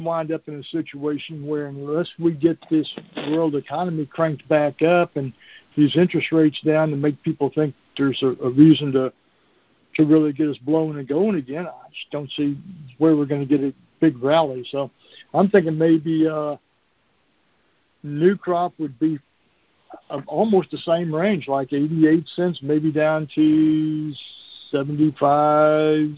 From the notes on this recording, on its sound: March 2023 Monthly Cotton Conference Call.